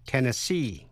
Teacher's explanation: nhấn mạnh ở vần cuối C, Tennessee.